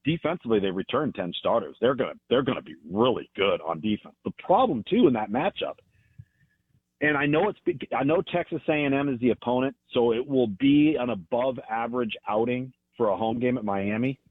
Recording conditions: phone line